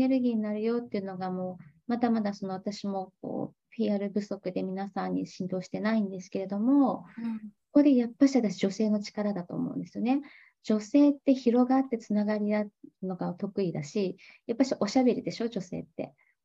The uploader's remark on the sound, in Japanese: 勉強会音声。オンラインで開催している「月イチ勉強会」の音声を特別配信！